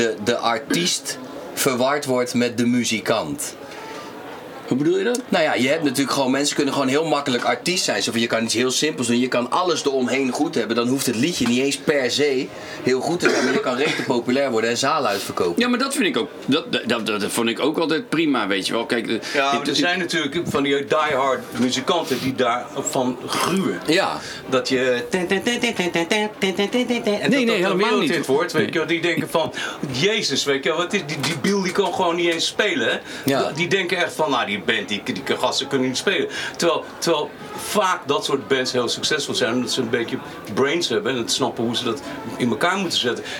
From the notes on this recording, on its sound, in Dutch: Er hangt een ontspannen sfeer in de Kleinste Kroeg van Nederland, backstage bij De Vrienden van Amstel LIVE